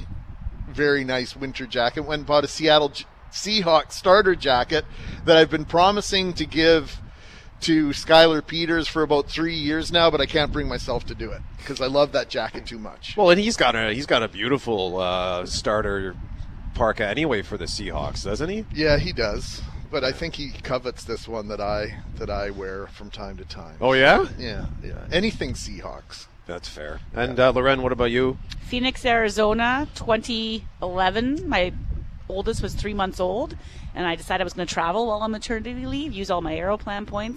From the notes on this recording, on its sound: Live from IG Field!